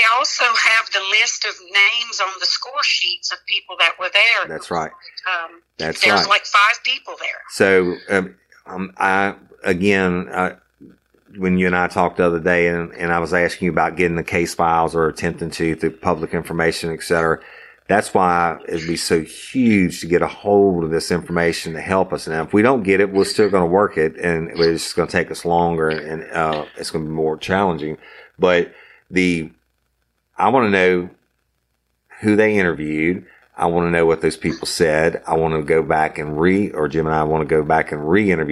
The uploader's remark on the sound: This episode is an unedited and emotional phone conversation